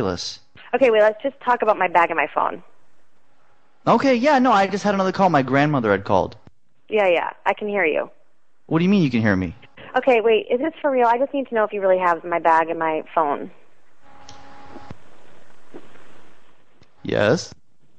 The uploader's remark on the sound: …'s Personal Prank Phone Calls Collection: Found Lost Phone.